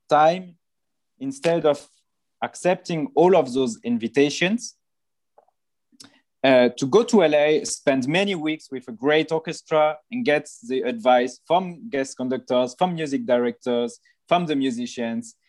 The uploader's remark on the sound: This interview was recorded on 14th April 2021 via Zoom.